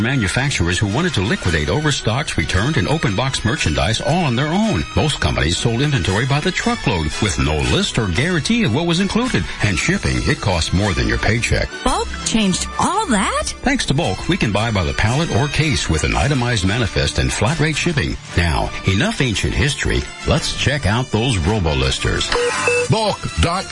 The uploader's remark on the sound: Open phones. EBay Radio.